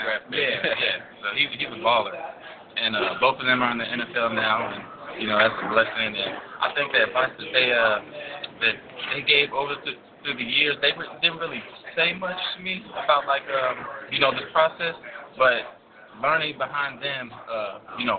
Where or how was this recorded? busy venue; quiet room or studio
busy venue